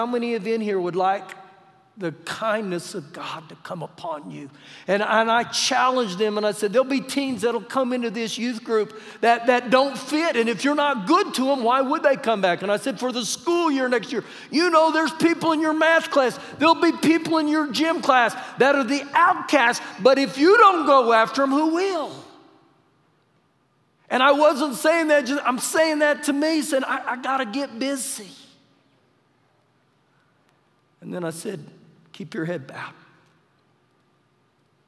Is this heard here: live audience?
yes